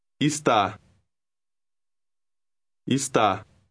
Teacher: The unstressed E is short, similar to the English word did.